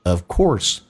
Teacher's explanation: or 嘴巴要收圆，重度卷舌